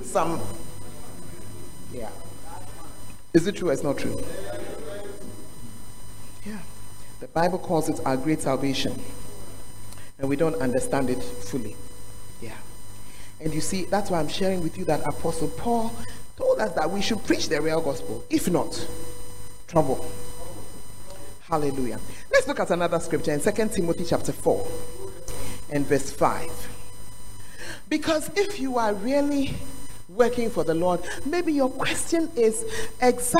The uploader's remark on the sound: Preach at The Art of Evangelism Conference